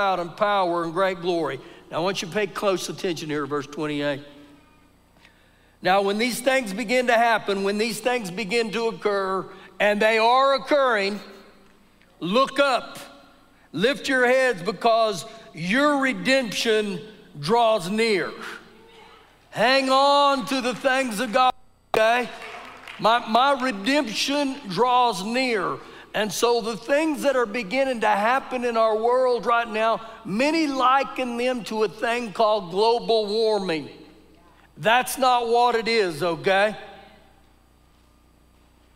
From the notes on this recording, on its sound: Recorded live during our Sunday morning service